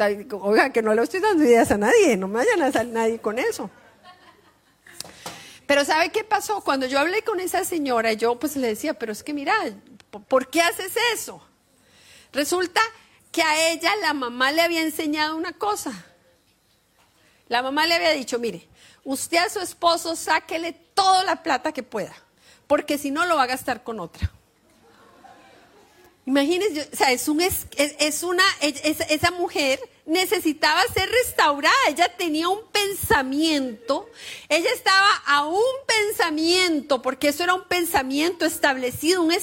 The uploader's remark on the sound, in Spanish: Reunión Familiar en vivo lanzada por Facebook Live el día 4 de Febrero de 2023 en la Familia-Iglesia de Sydney, Australia